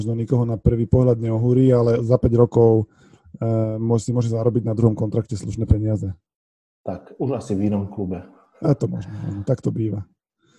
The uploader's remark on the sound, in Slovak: Zvuk je záznamom zo zoom konverzácie, je to žiaľ počuť.